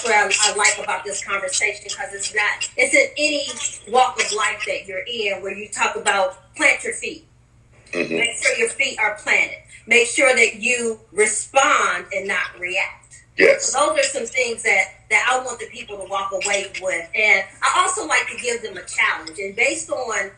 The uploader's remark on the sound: I could not let video and audio challenges interfere with the uploading of this episode. Please excuse the static.